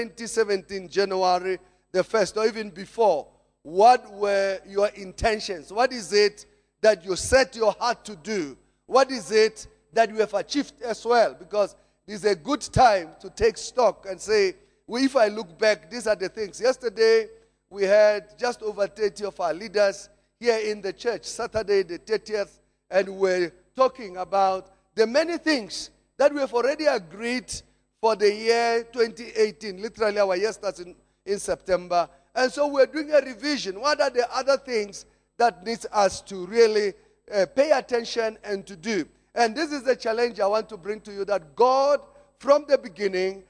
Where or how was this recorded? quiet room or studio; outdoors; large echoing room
large echoing room